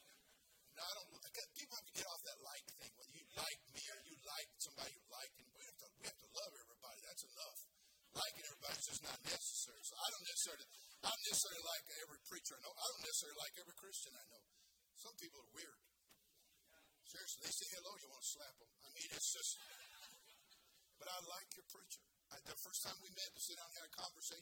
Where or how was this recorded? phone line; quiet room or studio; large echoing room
large echoing room